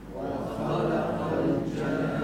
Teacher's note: أول مد الجان، هذا اسمه المد اللازم الكلمي المثقل، يمد 6 حركات. المد اللازم الكلمي المثقل، بيجي بعد حرف المد حرف مشدد مثل هون.